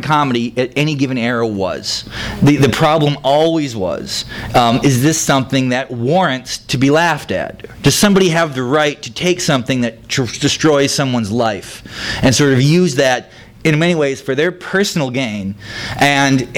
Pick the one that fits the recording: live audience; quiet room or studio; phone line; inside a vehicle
live audience